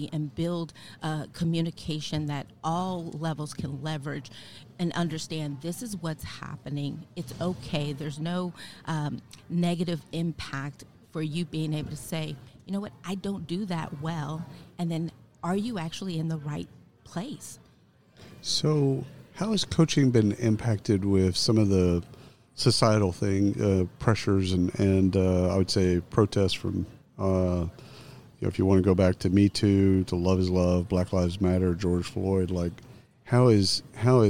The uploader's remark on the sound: Live from SHRM 2022